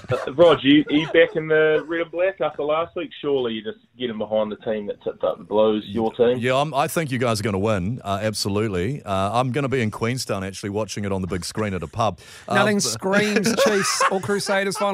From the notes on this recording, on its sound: Today on the show we are joined on the phone